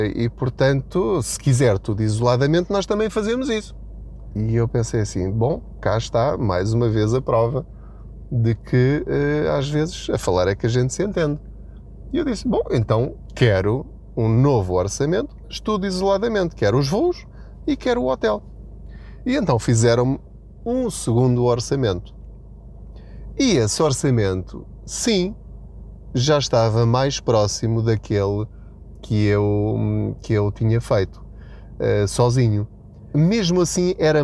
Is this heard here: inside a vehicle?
yes